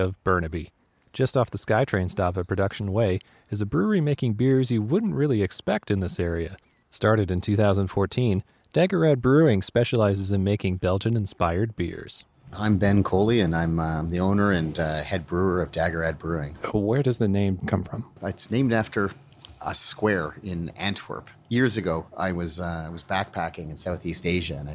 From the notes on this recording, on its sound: Recorded on location at Dageraad Brewing, Burnaby, BC